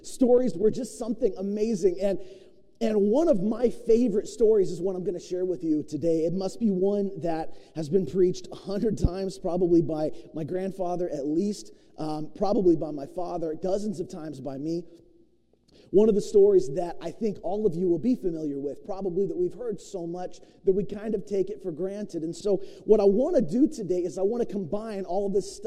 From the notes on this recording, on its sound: preached at New Beginnings Church of God in Roseburg, Oregon